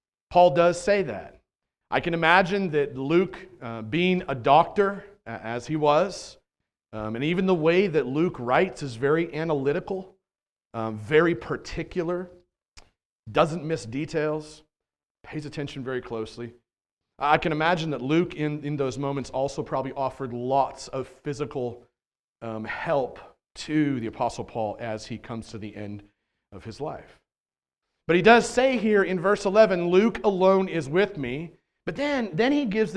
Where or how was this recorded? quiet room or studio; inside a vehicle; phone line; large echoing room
large echoing room